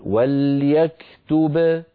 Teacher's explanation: أما لو وقفنا على وليكتب فنقول وليكتب بباء واحدة مقلقلة